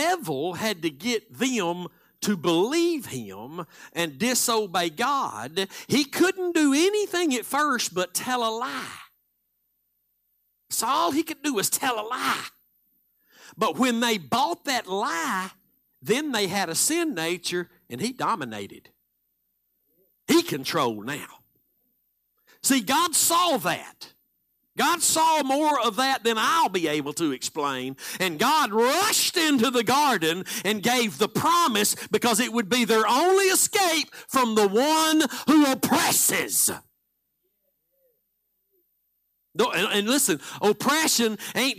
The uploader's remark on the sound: Live Sunday Morning Service